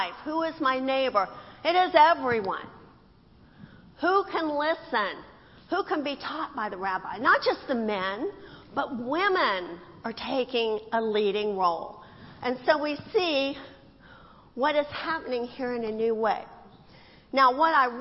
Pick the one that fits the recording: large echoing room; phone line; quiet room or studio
large echoing room